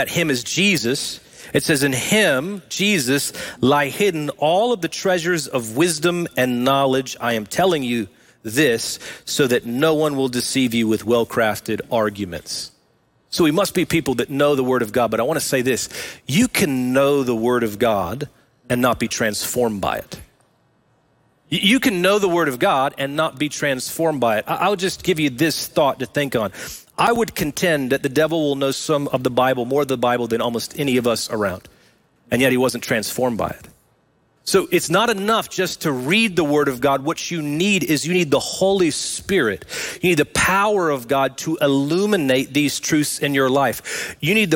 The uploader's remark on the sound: Recorded live at Brookwood Church on 10.01.23.